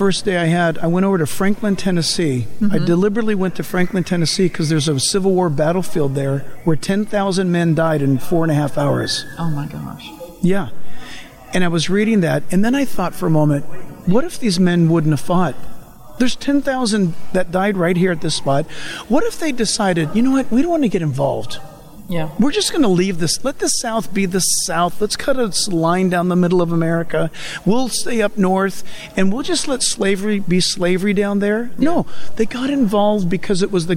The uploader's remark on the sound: Recorded from the National Religious Broadcasters Convention. Nashville, TN.